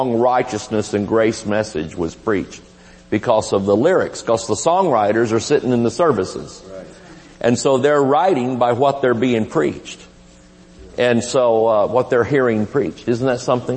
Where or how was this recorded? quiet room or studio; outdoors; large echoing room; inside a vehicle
large echoing room